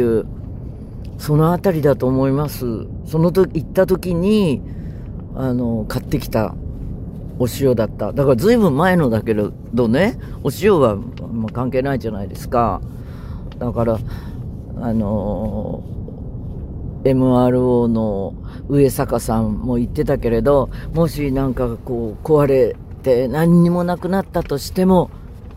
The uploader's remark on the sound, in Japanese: 移動の車の中で喋っていたら、あっというまに現場に到着。